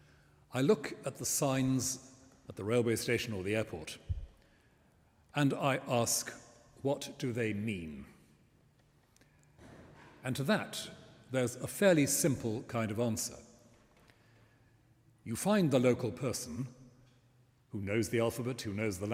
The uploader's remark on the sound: The talk was delivered this week in St Martin-in-the-Fields, in central London, as part of its autumn lecture series, “What am I living for?”, in partnership with the Church Times.